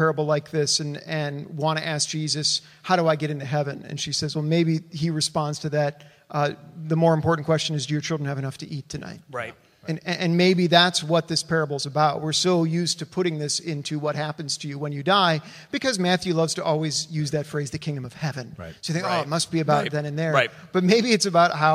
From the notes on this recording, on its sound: LIVE from Presbytery. In this special live recorded episode from the floor of Scotia Valley Presbytery.